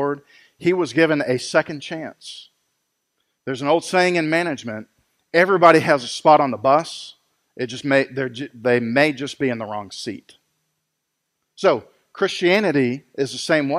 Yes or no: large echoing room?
yes